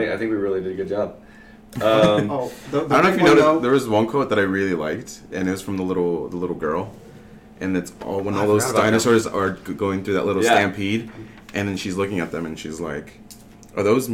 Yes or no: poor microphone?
yes